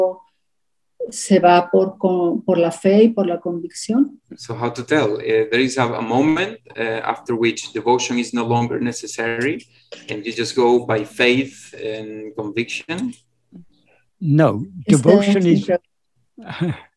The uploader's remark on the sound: In a Zoom meeting with ‘Yo Soy Tu Mismo’ (a group of Spanish devotees of Bhagavan Sri Ramana).